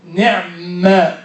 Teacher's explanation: أيضا قراءة حمزة استطاعوا، استطاعوا بتشديد الطاء مع أن قبلها حرف ساكن فجمع بين ساكنين، وإسكان نعمة، نعمة تسكن العين ثم تشدد الميم